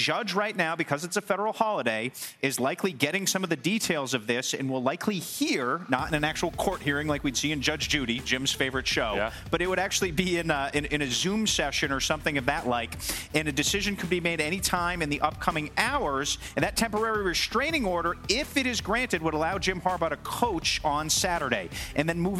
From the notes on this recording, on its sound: Live from the University of Georgia as they get ready for their matchup against Ole Miss.